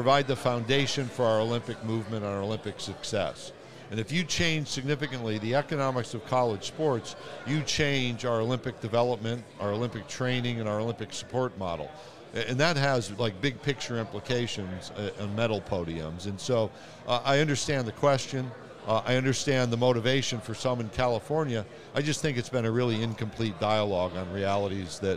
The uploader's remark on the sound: We are LIVE from SEC Media Days!